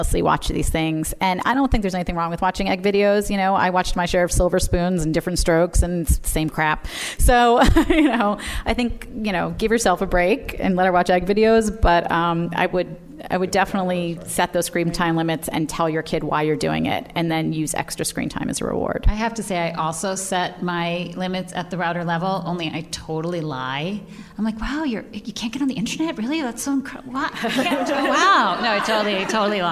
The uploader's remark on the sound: Live from Type-A NYC. We recorded an episode in front of a live audience from the Type-A Bootcamp (a mini-conference for bloggers). We also fielded some great questions from the audience about various digital parenting issues.